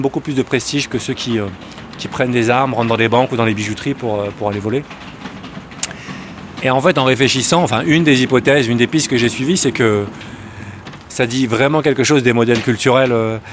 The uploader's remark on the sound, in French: Enregistré fin février dans les rues de New-York. Balade de Brooklyn à Harlem.